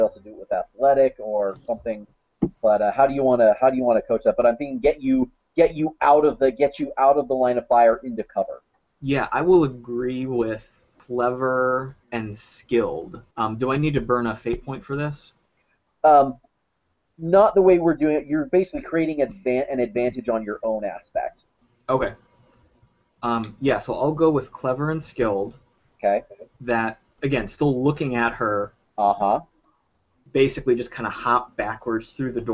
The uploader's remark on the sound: This Campaign series is being recorded using Google Hangouts and the roll20.net plugin.